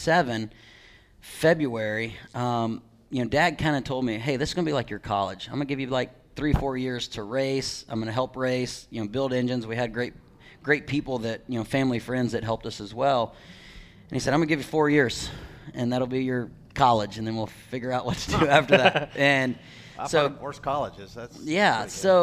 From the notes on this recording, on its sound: Live from Daytona. The Team Chevy Experience at Daytona International Speedway in front of a studio audience.